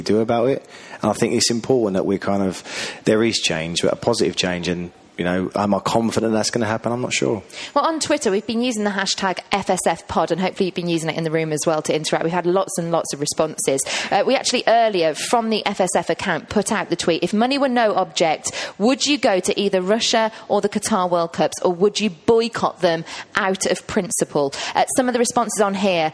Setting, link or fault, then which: setting, busy venue